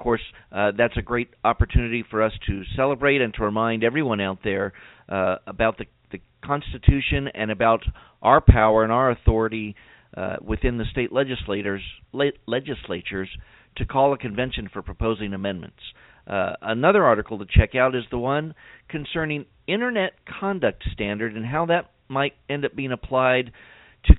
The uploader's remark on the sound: we'll allow time for your phone calls